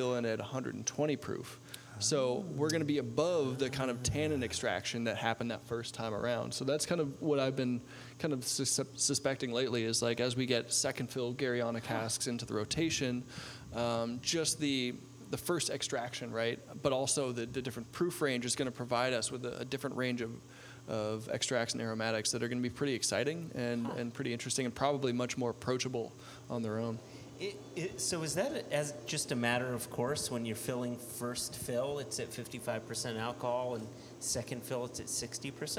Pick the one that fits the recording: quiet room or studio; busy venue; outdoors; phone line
busy venue